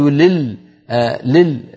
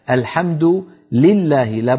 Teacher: الحمد لل لل أيضا كثير نسمعها من إخواننا، الحمد لله هي الحمد لله، لابد من كسر اللام ولا نخلطها بسكون · Shown in: second take